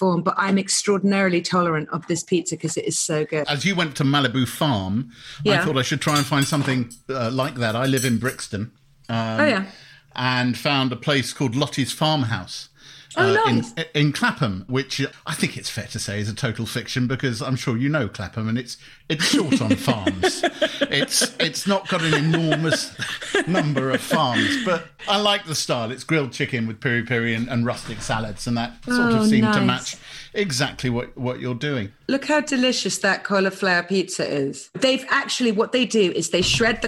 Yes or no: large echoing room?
no